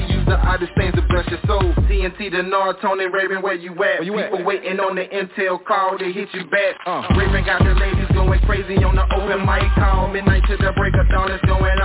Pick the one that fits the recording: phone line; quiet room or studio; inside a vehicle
phone line